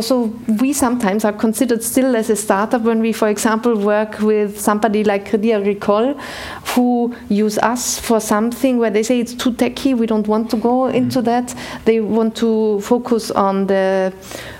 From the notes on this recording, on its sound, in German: Digital Finance Conference der Bitkom. Live vor Ort zu sein.